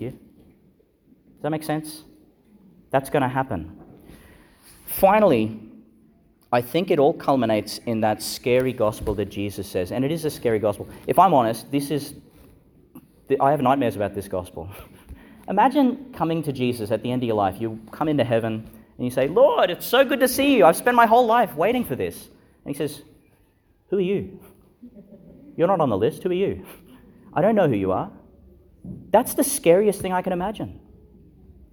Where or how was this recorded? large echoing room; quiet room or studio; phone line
large echoing room